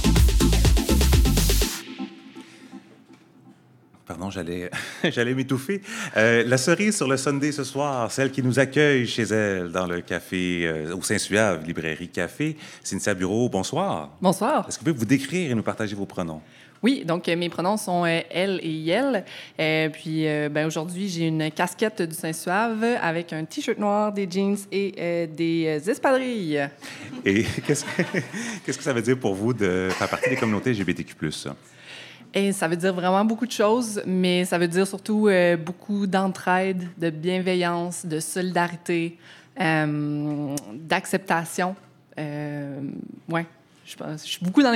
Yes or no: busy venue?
yes